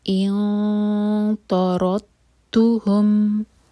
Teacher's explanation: انطردتہم، حمزہ کے بعد نون، نون ایمٹی ہے और इसके बाद है तो, और तो है हेवी लेटर. तो हम यहाँ पर हेवी इख्फा करेंगे, तो के लिए ज़बान तैयार करेंगे और 2 सेकेंड्स का टाइम देंगे.